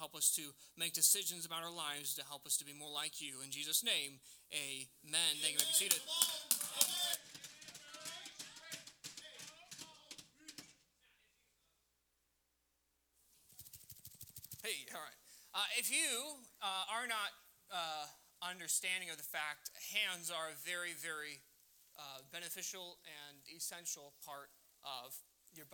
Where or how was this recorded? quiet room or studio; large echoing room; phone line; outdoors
large echoing room